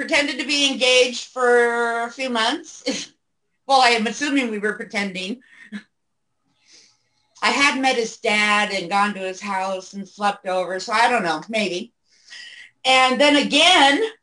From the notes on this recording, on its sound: During the height of the Covid Pandemic from her home in South Dakota! She embraced the Zoom idea and we are glad she did. The crowd was standing room only and included family members, fans, NEW participants to the show and other legends.